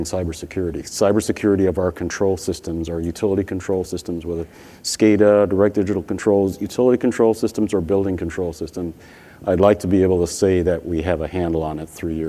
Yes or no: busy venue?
yes